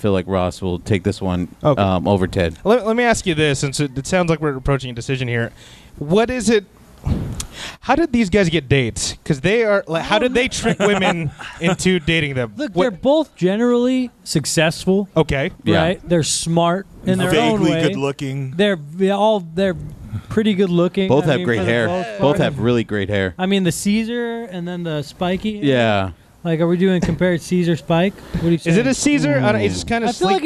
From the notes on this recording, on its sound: We were LIVE at Backstreet Brewery for this week’s recording of the Offensive.